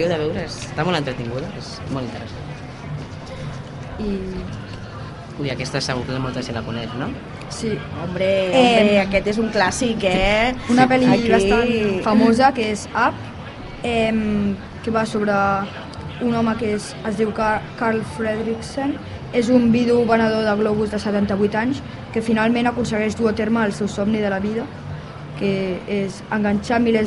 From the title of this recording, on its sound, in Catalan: EN DIRECTE desde la Fira de la Candelera